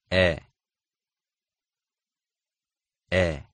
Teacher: However, it's a distinct letter with its own unique sound, which is somewhere between the A in sat and the E in set.